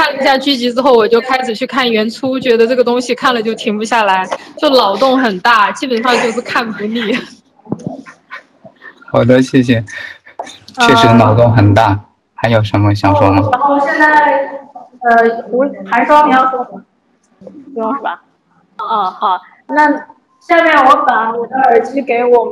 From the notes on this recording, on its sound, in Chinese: 武汉 STO2.0 活动中有幸采访了参与活动的星际迷航粉们，这是采访录音。由于有一次录音事故，前 7 分钟的录音丢失，抱歉。音质欠佳，抱歉。